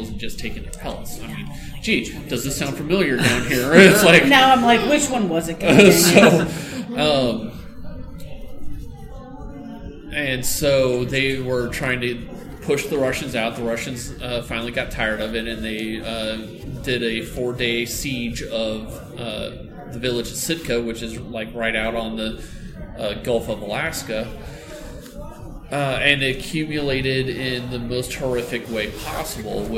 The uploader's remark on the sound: Wild Wild West Con 11 Panel